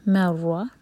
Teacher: شدہ ایسے ادا کریں کہ ایک سے زیادہ تکرار نہ ہو. مر نہیں ہوگا، مر.